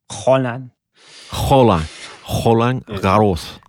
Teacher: You have to say the R like you're spitting it out of the back of your throat.